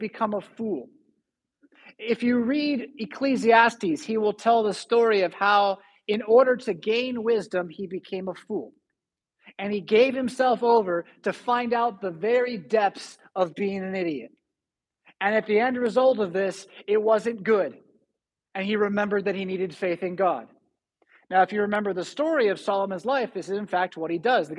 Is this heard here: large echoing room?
yes